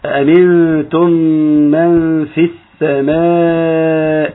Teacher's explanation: همزتين متساويتين مجهورتين محققتين مفتوحتين